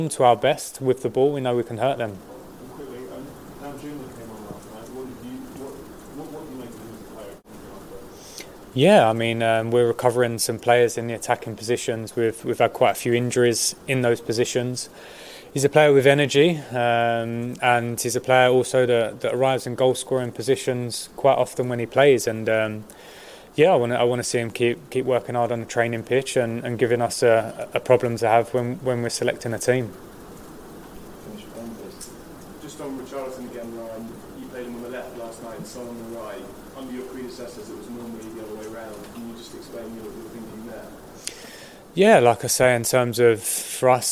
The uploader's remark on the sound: FULL PRESS CONFERENCE